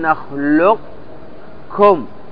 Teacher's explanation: لا تأتي بالقلقلة هنا، لا تقول نخلق، إنما تقف عليه نخلقكم، صفة الاستعلاء الذي يسمونه التفخيم، واضح؟ فتقول نخلقكم، حيث ترتفع اللسان ويمتلي الفم بالقاف · Term: إدغام ناقص